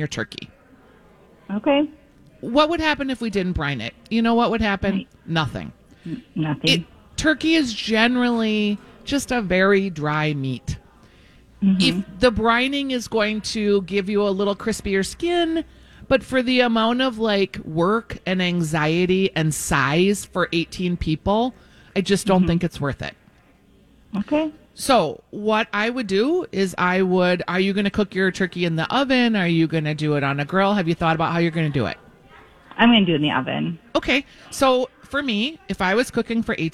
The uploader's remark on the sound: live at Southern Lights!